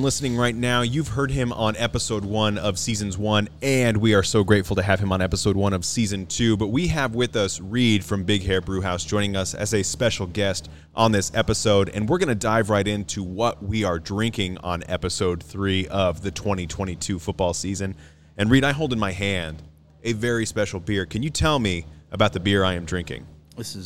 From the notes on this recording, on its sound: while recording at Big Hair Brewhaus in Hartington, Nebraska